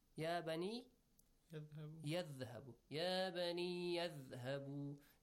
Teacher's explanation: That Hamzatul Wasl is ignored because we join the words. Okay? Otherwise, if you say يَا بَنِي، you make a pause, then you say اِذْهَبُ.